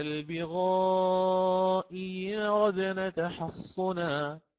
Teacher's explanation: ويضيف الإمام ورش الآن وجها آخر، وهو وجه الإبدال ياء خالصة مكسورة